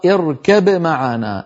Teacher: الباء من الشفتين، والميم في معنا أيضا من الشفتين، فالباء شفوية والميم شفوية، ولذلك مر معنا في المخارج للشفتين